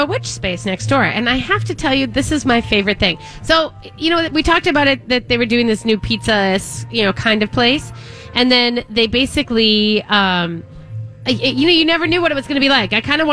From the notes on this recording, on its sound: broadcasting live at Southern Lights